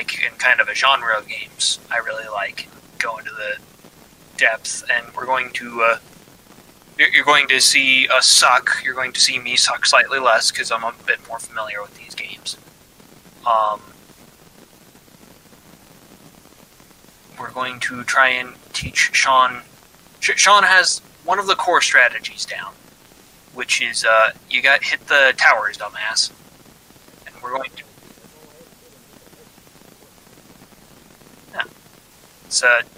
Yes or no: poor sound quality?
yes